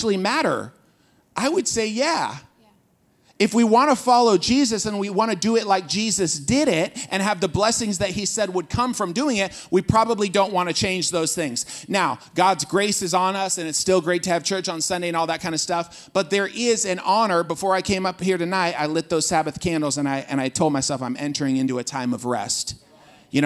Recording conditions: live audience